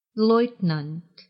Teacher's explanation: В слове «leutnant» – «лейтенант» ударение напротив падает на первый слог.